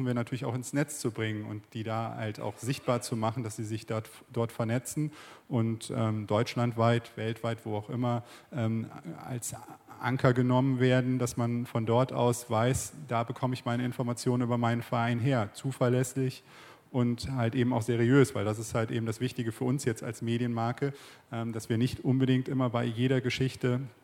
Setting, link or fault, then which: setting, busy venue